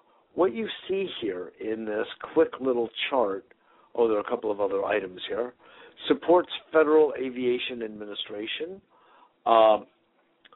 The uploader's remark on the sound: Today is a chance for listeners to call